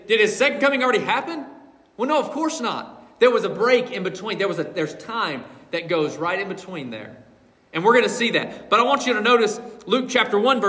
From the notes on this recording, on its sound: This message was preached from the pulpit of Collins Hill Baptist Church on December 17th, 2023